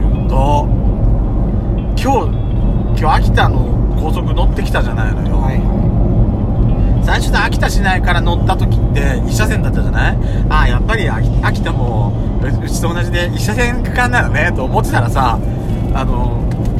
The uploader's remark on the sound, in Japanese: ドスドライブ収録。ロードノイズゴメンね。高速道路。